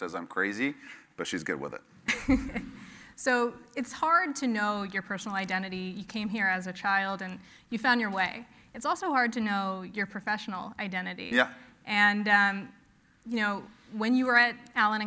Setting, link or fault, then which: setting, live audience